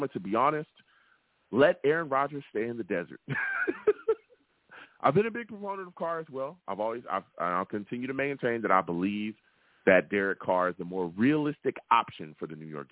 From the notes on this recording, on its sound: I take live callers!